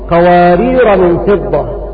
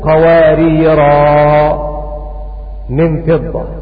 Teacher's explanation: إذا هشام يقرأ في حال الوصل قوارير من فضة، فإن وقف يقف قواريرا من فضة. وهذا معنى قوله: وقل يمد هشام واقفا معهم ولا.